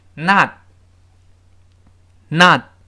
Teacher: 就是把舌尖顶上去，憋住气，但舌尖没有爆破出来 · Term: 失去爆破